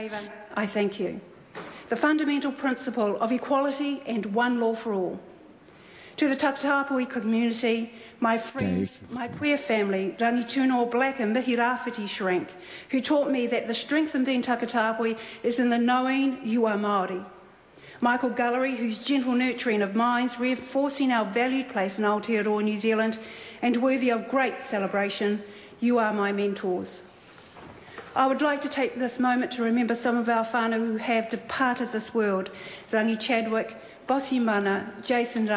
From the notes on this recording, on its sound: Delivered her maiden speech in Parliament.